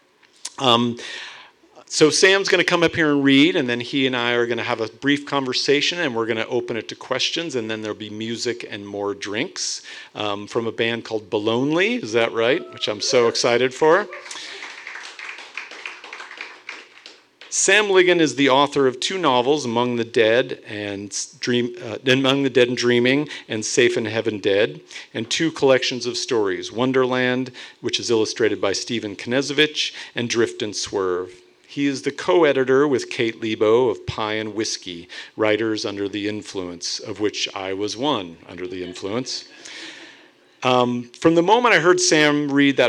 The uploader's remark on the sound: On August 22nd The Inlander hosted a live Miller Cane wrap party at the Big Dipper in Spokane.